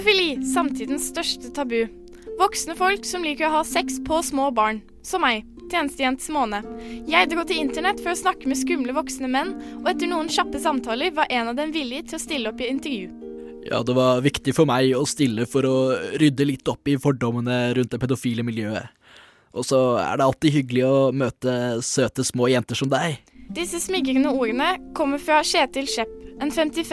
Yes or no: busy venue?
no